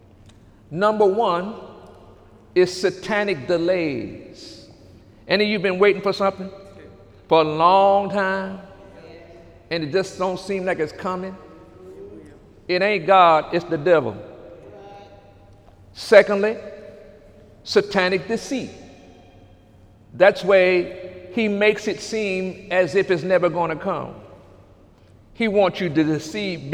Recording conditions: large echoing room